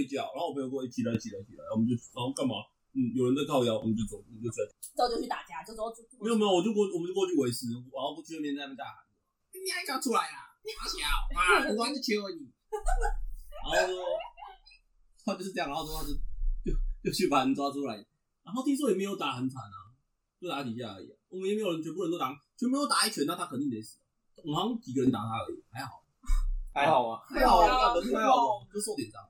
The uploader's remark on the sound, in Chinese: 其實這是第一次錄音的檔案辣!!!音質請大家多多包涵。